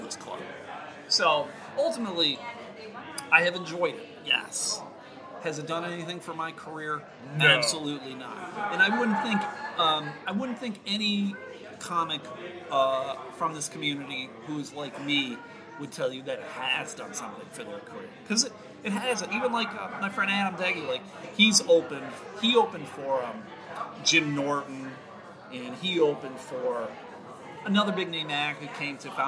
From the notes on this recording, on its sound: Recorded at Harmony Brewing Company in Grand Rapids, Michigan, on Sunday, October 20th, 2019.